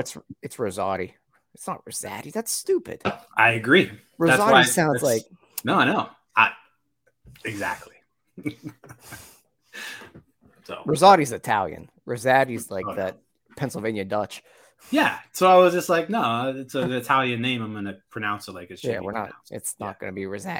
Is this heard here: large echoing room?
no